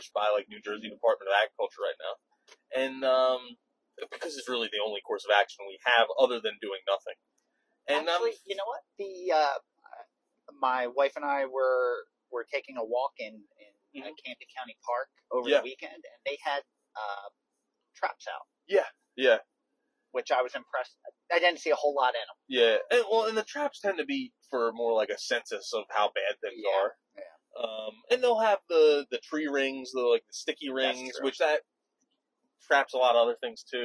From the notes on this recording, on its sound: record their thoughts on their drive home from Delaware